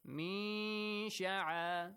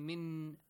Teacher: We hide the nun sound. But make it clear that the sheen is going to come after it · Shown in: first take · Term: Ikhfa